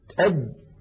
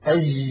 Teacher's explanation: كذلك الجيم أجد، الجيم أد مهما ضغطت فإن الجيم العربية الفصيحة شديدة يعني ينحبس الصوت · Shown in: first take